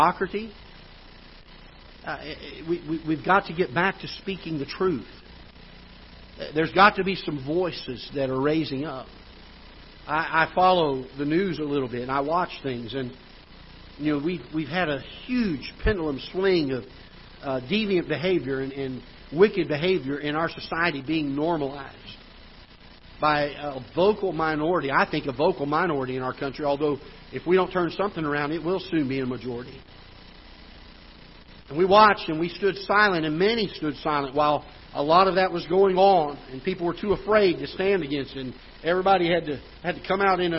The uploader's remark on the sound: Ketha Heights Baptist Church ~ Live Broadcast